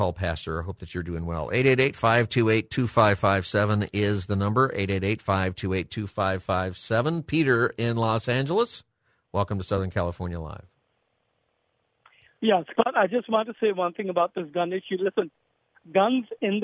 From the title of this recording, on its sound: Open Phone Friday